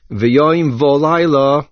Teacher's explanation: The main accent is on the ches. Laila is mil'el. The main accent is on the first lamed.